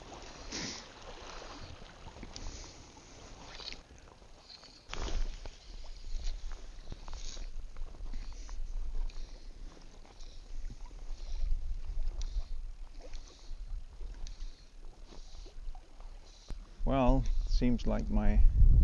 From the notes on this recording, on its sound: No fish are caught while recording. Tried integrating a bit of his music into the outdoors tracks recorded in situ on the coast.